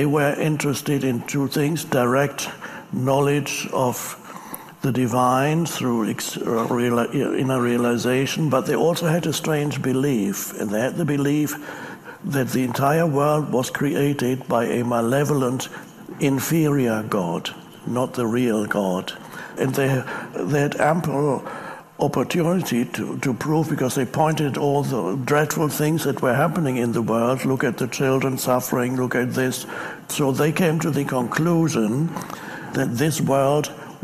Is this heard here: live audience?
yes